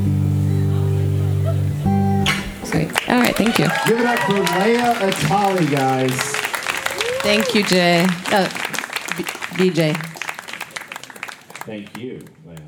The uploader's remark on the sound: Recorded live at Late at the Lake, at Mozart's Coffee Roasters in Austin, Texas on Tuesday, July 26th, 2022.